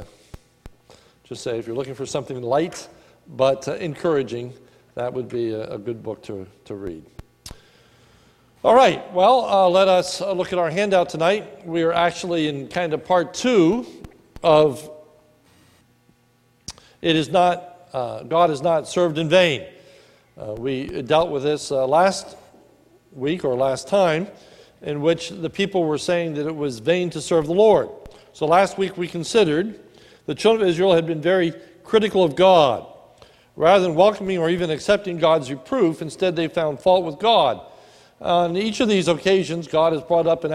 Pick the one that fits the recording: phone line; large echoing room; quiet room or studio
large echoing room